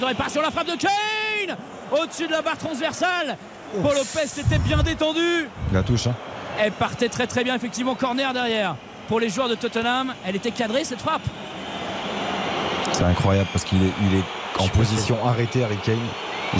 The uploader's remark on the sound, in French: en direct du stade Vélodrome